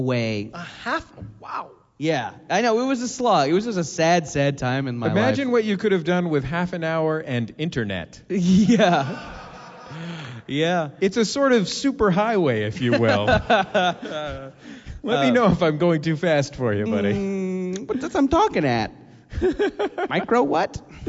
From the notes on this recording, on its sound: are live in Portland